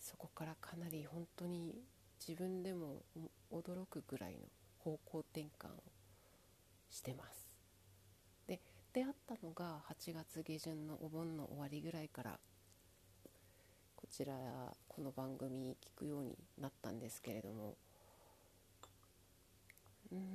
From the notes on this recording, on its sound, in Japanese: 何回取っても変わんなかったので、ままよっ！と今日の最後収録。声、もちょっと出さなきゃなぁ……反省。